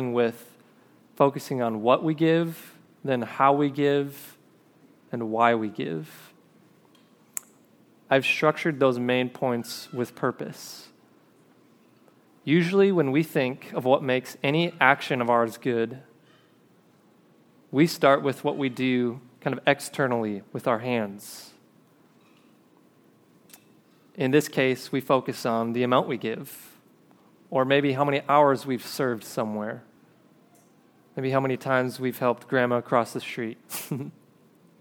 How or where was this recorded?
large echoing room